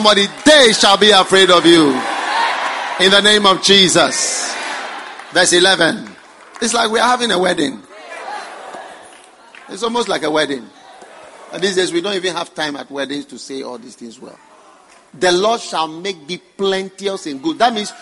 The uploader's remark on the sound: Preached at the First Love Thanksgiving Service